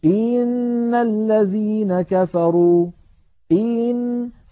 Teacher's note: يعني مثلا لما نقول إن الذين كفروا، إن هنا الهمزة مكسورة فلها زمن، لكن لو بالغنا وقلنا إن الذين كفروا إن، فكأنه صار بعد الهمزة المكسورة ياء. من أجل هذا سمى علماؤنا هذا الأمر الإدخال، كأنه دخل في التلاوة حرف، وهذا منهي عنه لأن فيه زيادة حرف ليس في كتاب الله.